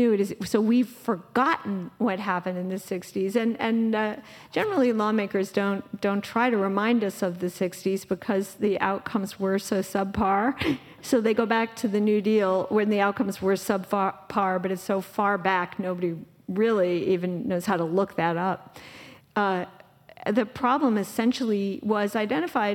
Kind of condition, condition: setting, live audience